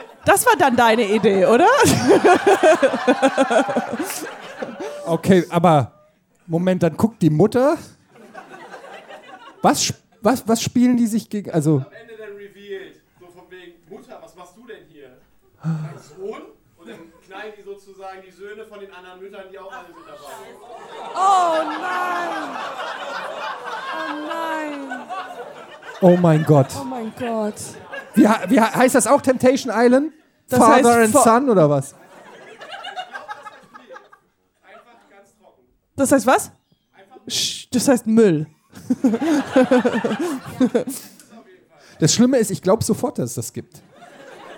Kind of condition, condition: setting, live audience